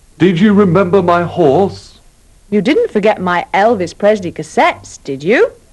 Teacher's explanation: They have all got rising tunes.